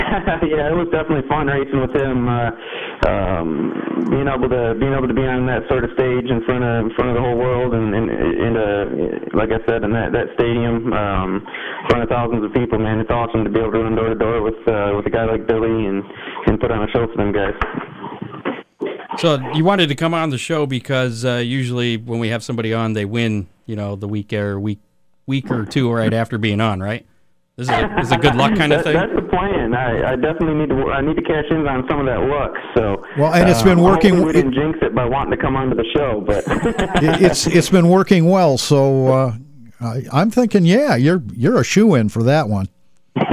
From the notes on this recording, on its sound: Joins us live in the Ron Miller Race Cars Studio. Drops in on the phone.